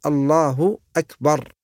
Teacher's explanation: فبعض الناس مثلا إذا كبر قال الله أكبر، الله أكبر، يأتي بالواو بدل الألف، هذا خطأ، وإنما يقال الله أكبر.